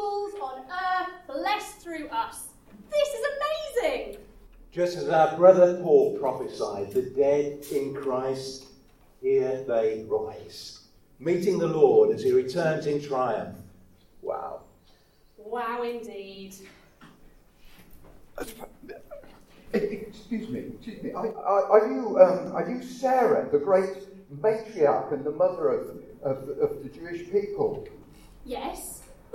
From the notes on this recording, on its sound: We had some problems with our recording equipment this week and the first 20 seconds or so in particular are below the audio standard we aim to achieve.